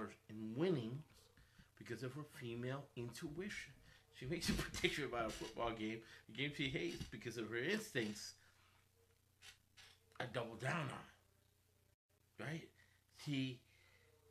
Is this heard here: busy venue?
no